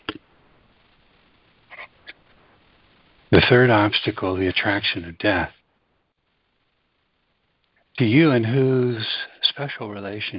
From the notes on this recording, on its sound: ACIM Daily Conference Call